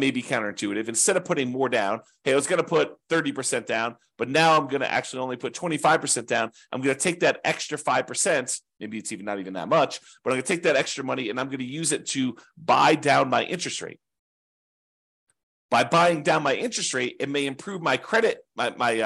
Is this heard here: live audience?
no